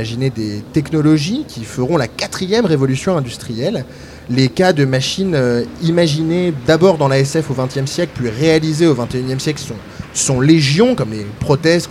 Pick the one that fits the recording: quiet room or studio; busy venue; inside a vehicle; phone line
busy venue